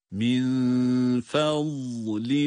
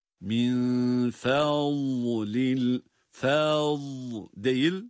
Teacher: Şimdi burada vat harfindeki yapacağımız o ses uzantısı, duruş, fa harfinden vat harfine geçişte uzatmaya sebep olmamalı · Shown in: first take